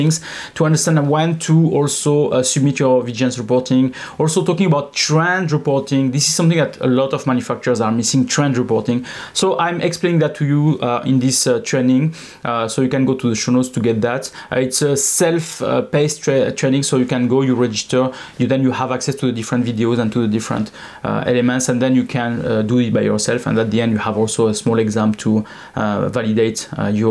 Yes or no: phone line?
no